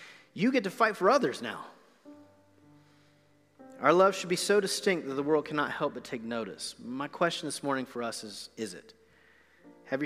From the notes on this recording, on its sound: Recorded live on November 1, 2020 at The Fellowship in Nashville.